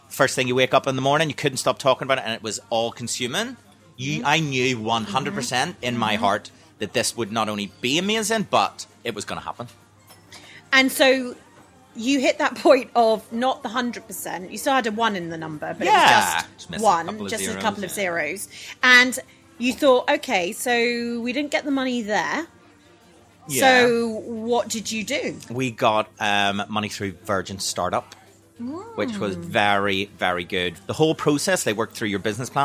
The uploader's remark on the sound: Recorded in an immersive cafe, where retail theatre is brought to life in the very truest sense of the word.